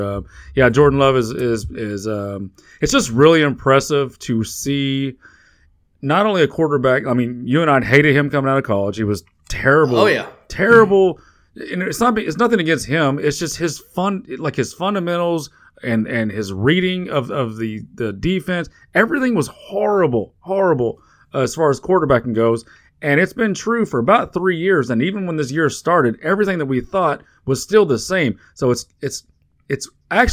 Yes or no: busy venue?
no